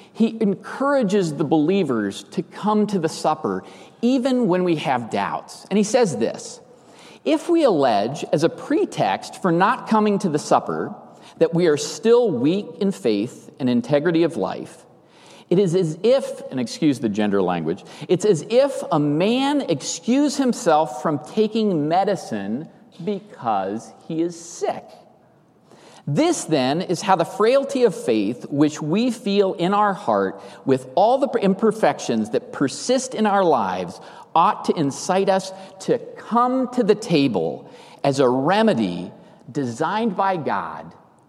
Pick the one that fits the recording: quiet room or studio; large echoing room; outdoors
large echoing room